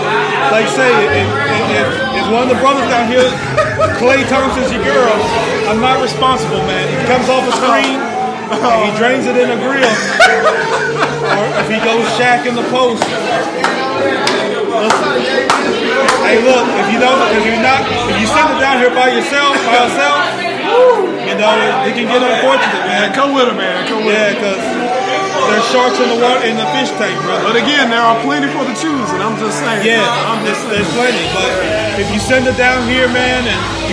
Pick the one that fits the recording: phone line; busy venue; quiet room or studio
busy venue